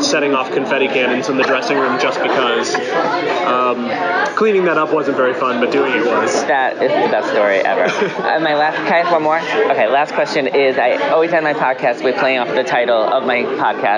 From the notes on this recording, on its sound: Live from Feinstein's/54 Below press day.